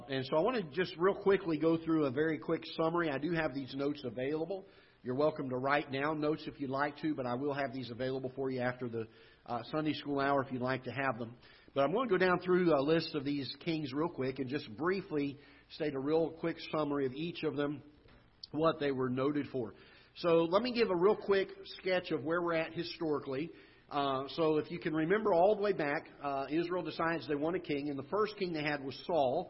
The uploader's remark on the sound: Ketha Heights Baptist Church ~ Live Broadcast